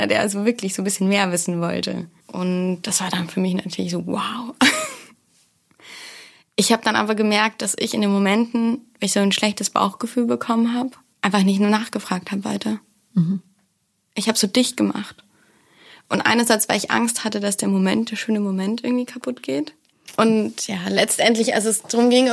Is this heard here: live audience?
no